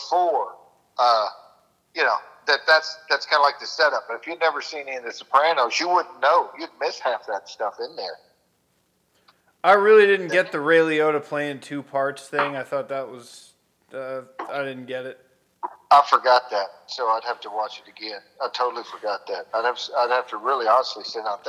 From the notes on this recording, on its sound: Phone Call With My Dad.